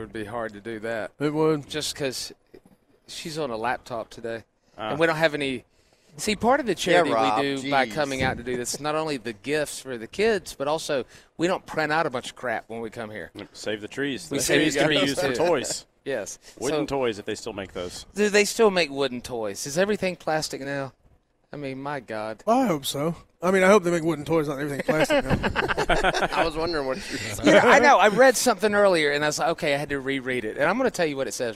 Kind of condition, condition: setting, busy venue